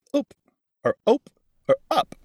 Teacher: And you bring your expulsion, your exhalation of air to a sudden end, and it brings your lips together, which creates what linguists call an excrescent P